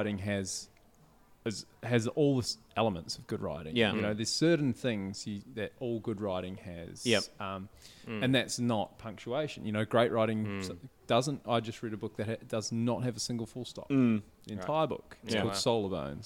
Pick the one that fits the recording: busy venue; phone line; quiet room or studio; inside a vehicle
busy venue